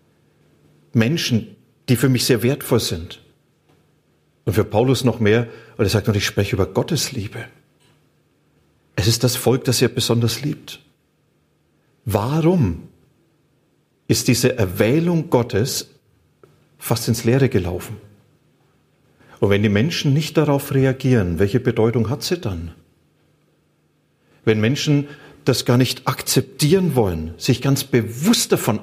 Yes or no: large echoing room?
yes